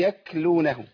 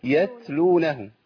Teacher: ما تخليش لسان حضرتك يرتفع من اقصاه، هو طرف اللسان مع اصول الثنايا · Shown in: second take · بص حضرتك الثنايا اللي هما السنتين اللي في مقدمه الايه الفك العلوي دول.